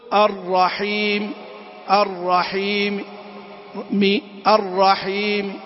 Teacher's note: نأتي للروم، هو اصطلاحا والإتيان ببعض الحركة، وقدرها بعضهم بالثلث بصوت خفي يسمعه القريب المصغي دون البعيد، بصوت خفي كل دان تنولا. · Term: الروم